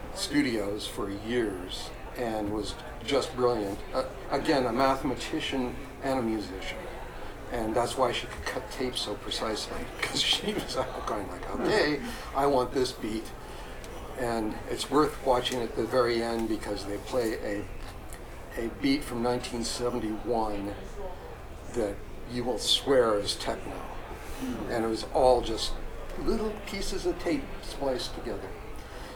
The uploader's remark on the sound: talk from PDX Synth Expo